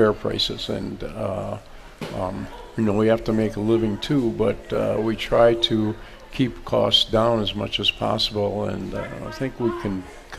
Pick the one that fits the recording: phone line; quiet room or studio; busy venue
busy venue